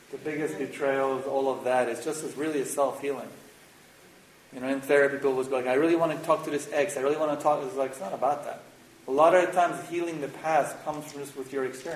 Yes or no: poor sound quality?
yes